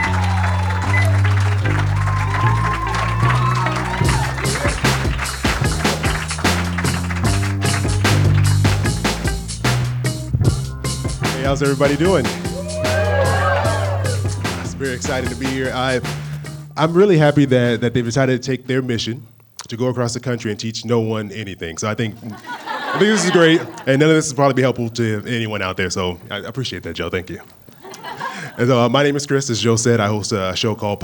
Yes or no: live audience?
yes